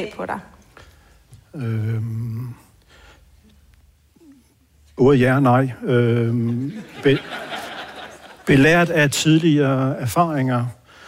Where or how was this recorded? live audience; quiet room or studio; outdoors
live audience